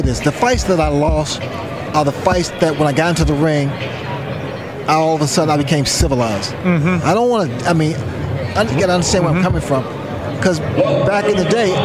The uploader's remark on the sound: we are live at the …-… weigh in!